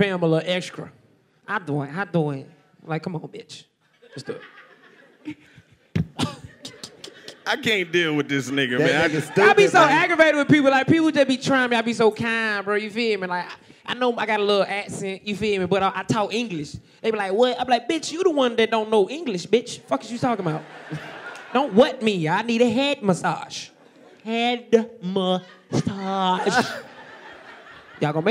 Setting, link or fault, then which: setting, live audience